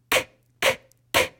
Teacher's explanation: Zuerst blockiert deine Zunge mit ihrer Platzierung oben am weichen Gaumen kurz den Luftstrom. Sie ist dabei, das K zu bilden, einen stimmlosen Konsonanten.